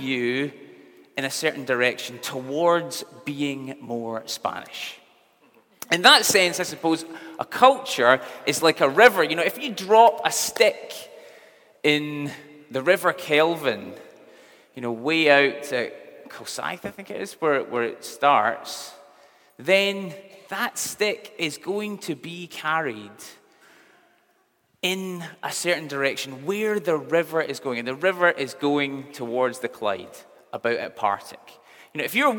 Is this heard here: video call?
no